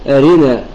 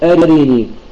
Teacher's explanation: أما الكسرة الكاملة أرنا بدون نبر عند الراء حتى لا يكون فيها اختلاس · Shown in: second take